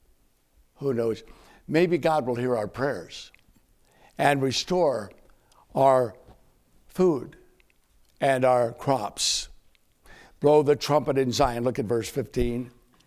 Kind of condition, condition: setting, large echoing room